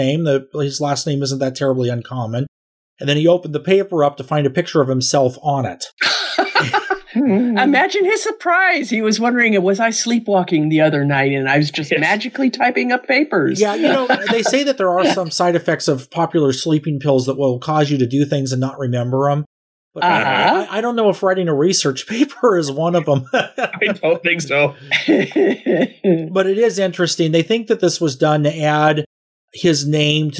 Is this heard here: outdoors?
no